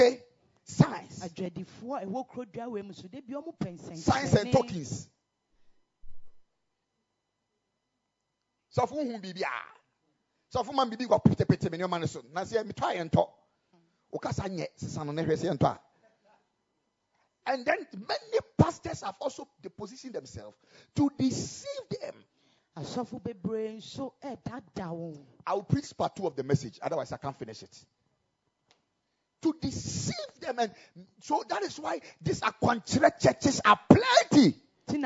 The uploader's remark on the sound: Preached at the Ekklesia Campus.